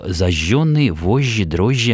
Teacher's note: Как только мы получаем комбинацию звука «ж», «ж» или букв «г», «ж», да, и так далее, то мы должны произносить мягкий, должны были произносить мягкий долгий «ж»